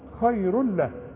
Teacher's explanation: اضغام كامل لكن بدون غنى تقول خير له اوعى تزن هنا اي تنوين بعد لام او اي تنوين بعد راء ما تزنش